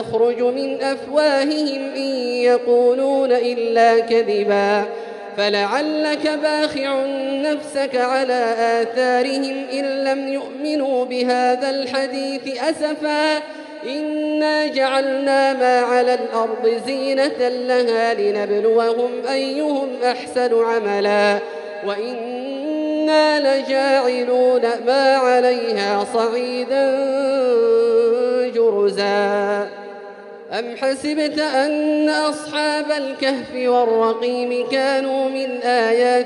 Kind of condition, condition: setting, large echoing room